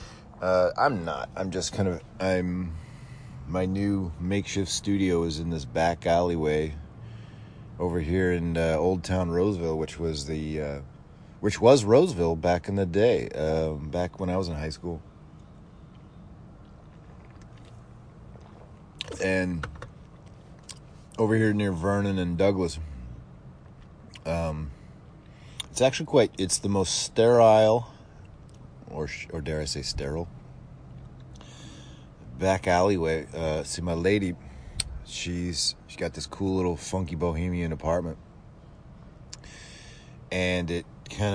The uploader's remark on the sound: Coming to you live from an alleyway in Roseville and damn if it isn’t the cleanest alleyway in the tri-state area.